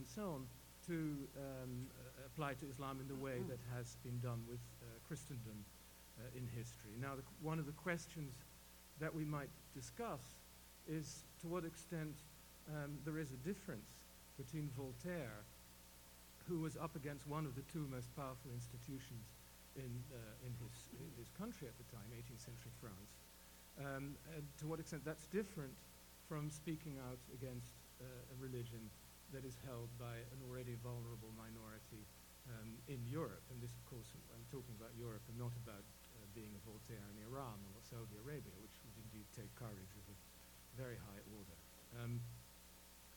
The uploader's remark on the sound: Panel discussion at World Voices Festival 2008